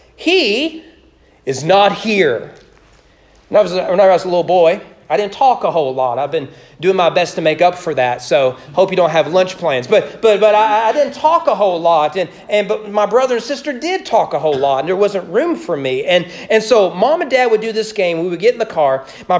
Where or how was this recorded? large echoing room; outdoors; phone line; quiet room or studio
large echoing room